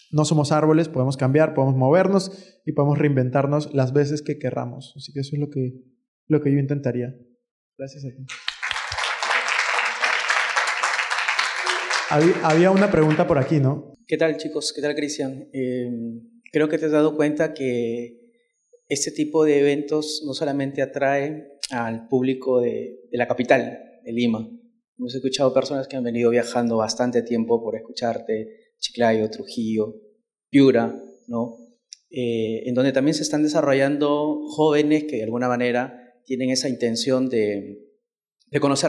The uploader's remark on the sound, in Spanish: PODCAST EN VIVO. Episodio grabado en vivo junto a los participantes de mi último evento.